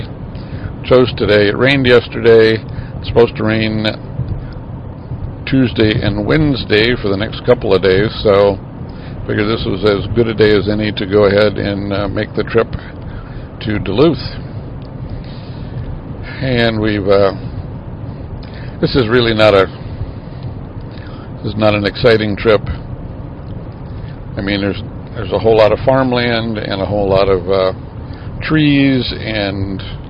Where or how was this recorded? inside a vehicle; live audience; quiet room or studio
inside a vehicle